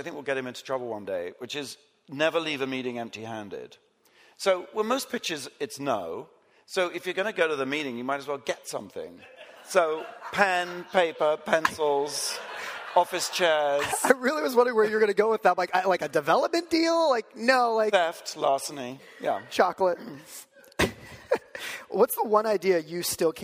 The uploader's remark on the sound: Live chat in front of an audience at 2019's Realscreen Summit in New Orleans.